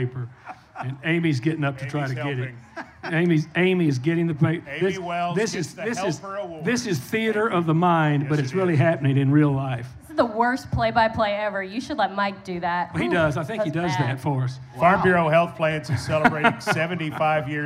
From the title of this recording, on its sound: LIVE at Memphis for 901 Day